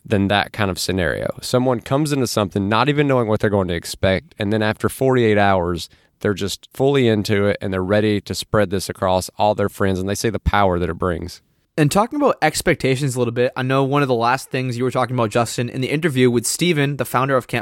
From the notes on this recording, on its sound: Today's episode was recorded live at Camp FI down near Gainesville, Florida. Camp FI is a retreat of 40-60 people at locations across the country.